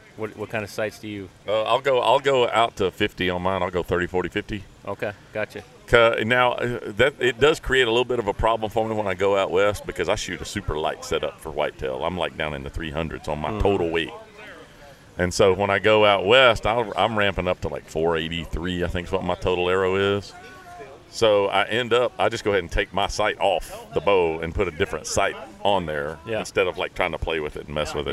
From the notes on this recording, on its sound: Shooting on location from The Break's annual Sponsor Appreciation Event.